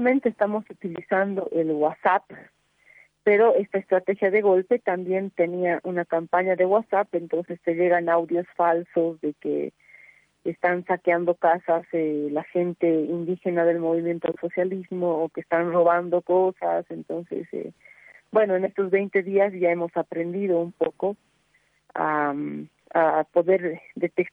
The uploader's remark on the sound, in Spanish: Estuvimos en vivo en contacto telefónico con.